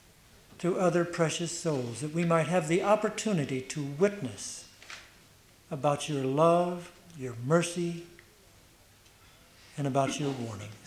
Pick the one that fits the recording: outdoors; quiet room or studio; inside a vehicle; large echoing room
large echoing room